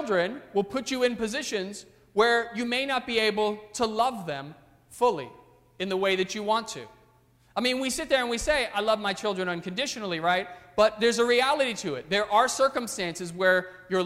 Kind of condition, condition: setting, large echoing room